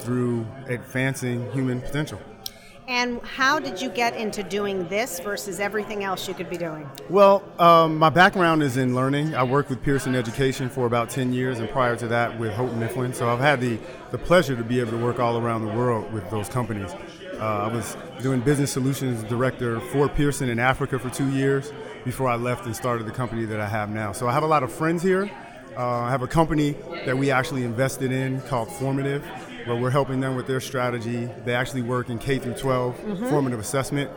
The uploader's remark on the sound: Live at ASUGSV 2019